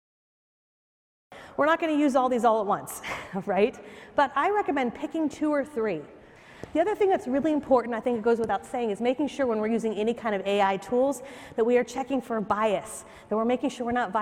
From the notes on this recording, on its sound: takes the stage at Inman Connect Vegas 2023 (#ICLV)